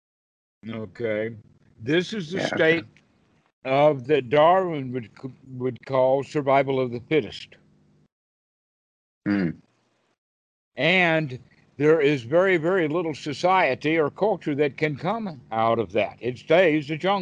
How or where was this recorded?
video call